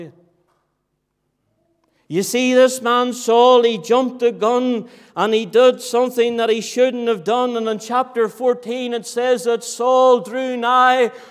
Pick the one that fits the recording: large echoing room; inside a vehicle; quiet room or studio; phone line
large echoing room